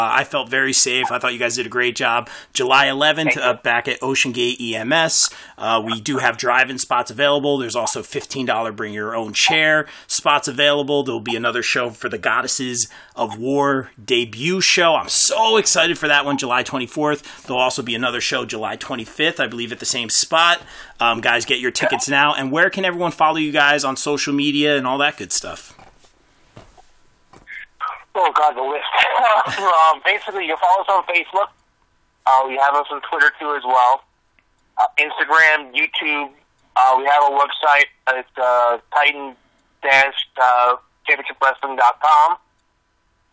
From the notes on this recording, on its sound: The Founders and Directors of Titan Championship Wrestling call into the show